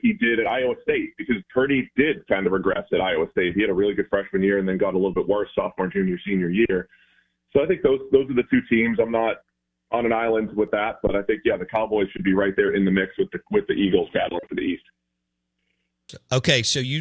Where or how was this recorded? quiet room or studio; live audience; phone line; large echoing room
phone line